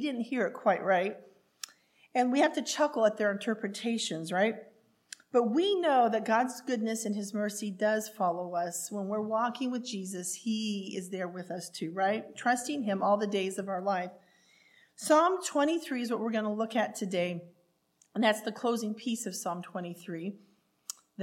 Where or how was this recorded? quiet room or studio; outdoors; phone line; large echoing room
large echoing room